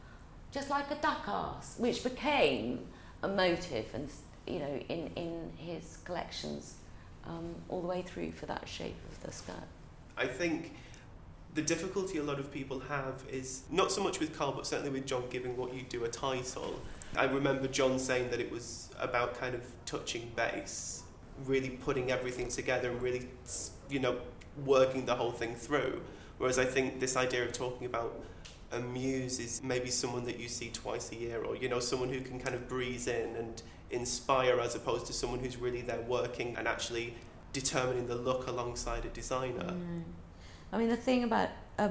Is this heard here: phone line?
no